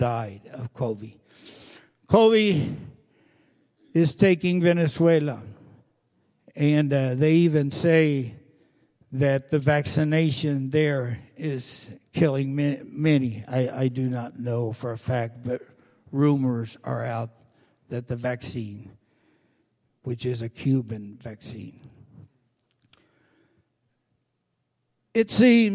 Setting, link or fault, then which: setting, large echoing room